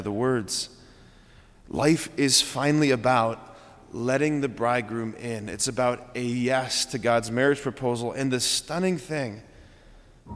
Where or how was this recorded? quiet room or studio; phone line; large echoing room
large echoing room